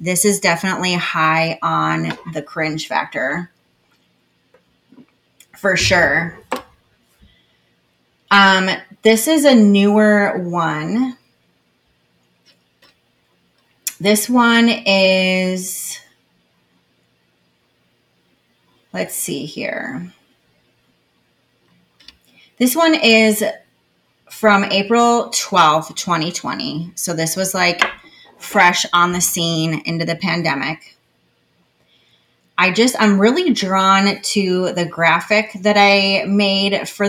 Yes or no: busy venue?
no